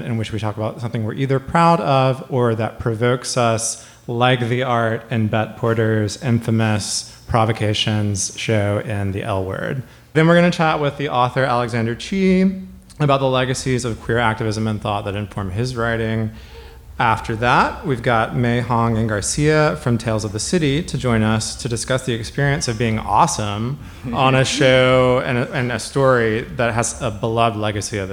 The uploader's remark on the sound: Hosted a live show in New York City’s Joe’s Pub.